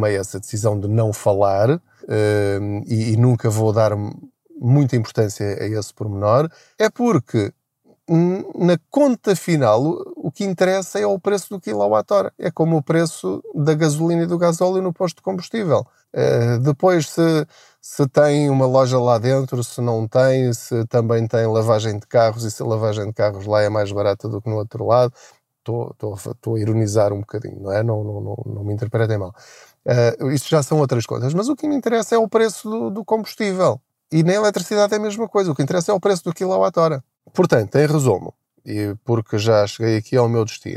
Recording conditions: inside a vehicle